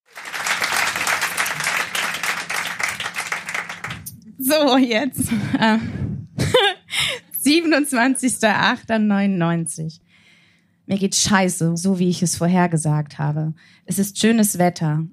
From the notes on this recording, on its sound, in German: Heißen Dank an das Kulturhaus Insel, unser tolles Publikum